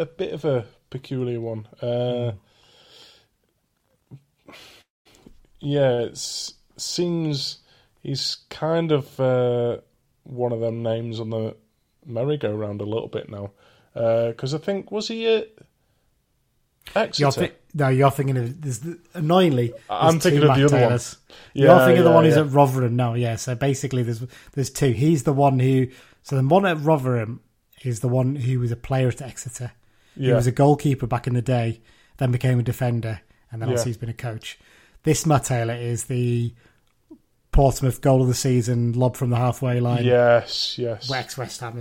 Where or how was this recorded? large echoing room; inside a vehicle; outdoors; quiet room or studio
quiet room or studio